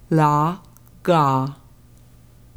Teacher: Notice the tip of your tongue comes up behind your top teeth for the L in la. Then the back of your tongue goes up and touches your soft palate for the G. After each consonant, let your tongue relax as you sing the ah.